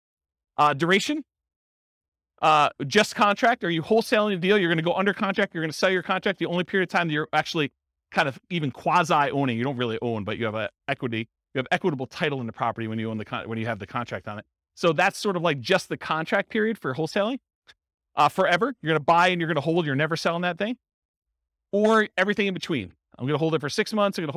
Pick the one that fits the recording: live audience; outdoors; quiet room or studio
live audience